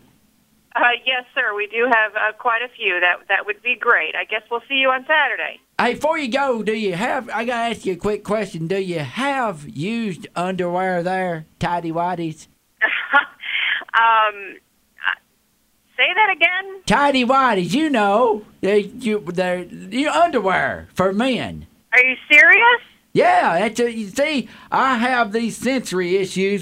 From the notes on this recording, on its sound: prank phone call